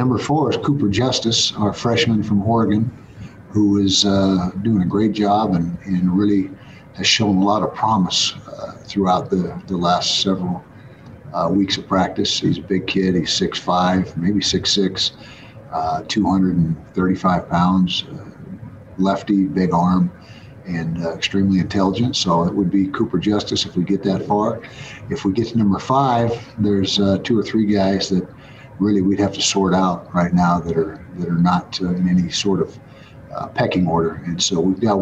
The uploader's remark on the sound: addressed the media Monday morning during his first weekly press conference